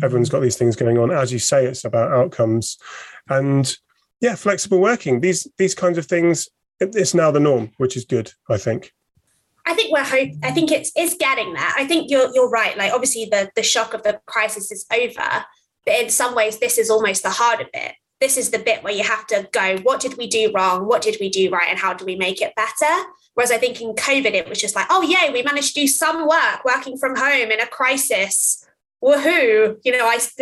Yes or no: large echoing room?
no